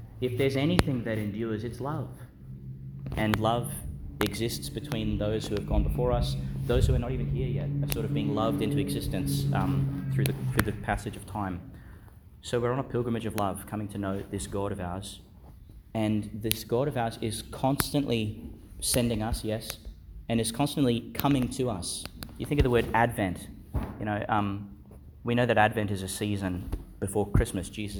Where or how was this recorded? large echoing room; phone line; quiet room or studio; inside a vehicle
large echoing room